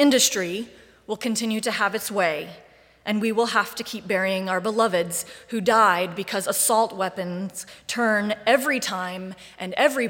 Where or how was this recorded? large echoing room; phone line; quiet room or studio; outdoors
large echoing room